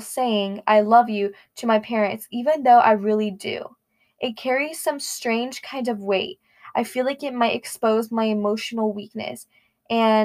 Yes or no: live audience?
no